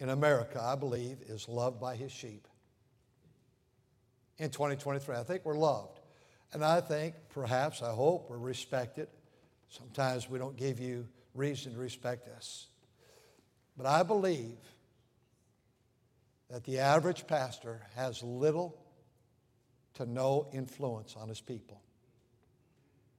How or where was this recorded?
large echoing room